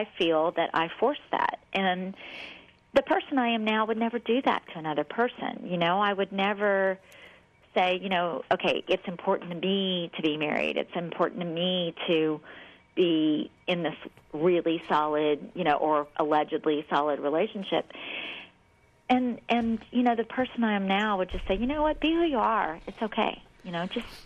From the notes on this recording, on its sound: call